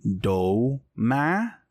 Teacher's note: high tone, high straight tone for the ma